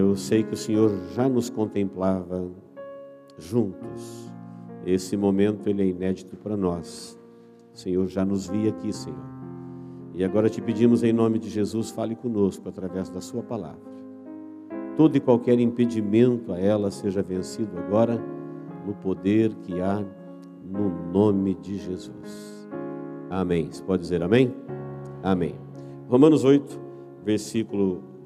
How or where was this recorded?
large echoing room